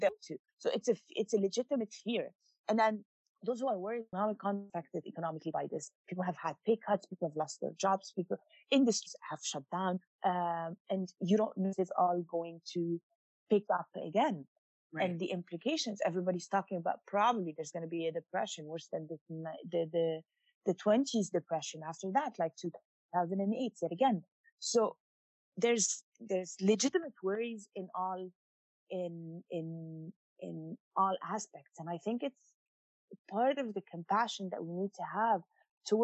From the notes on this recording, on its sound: checks in via Zoom